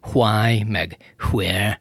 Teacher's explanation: az angolban a why, vagyis miért szó kiejtésénél a H előbb szólal meg sok esetben, mint a W. Írásban ugye WHY.